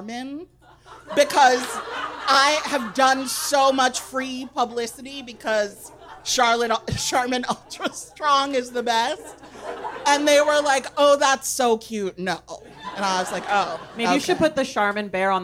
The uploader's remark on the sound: This episode of The Stacks Unabridged features audio from our Chicago show on the Live in The Stacks tour. This is an edited version of the live show.